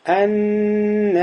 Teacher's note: Когда нун встречается с нун, нун входит в нун и будет шадда удвоение.